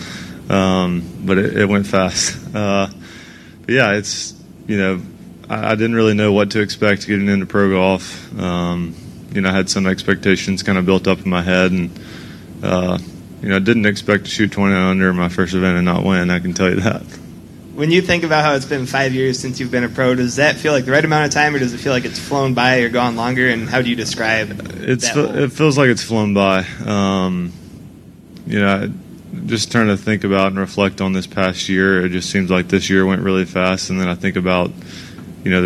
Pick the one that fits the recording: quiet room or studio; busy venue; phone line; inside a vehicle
busy venue